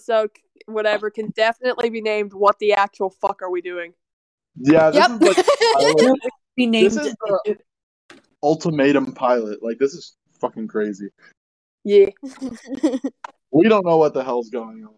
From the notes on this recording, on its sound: Sorry that the audio quality is so bad.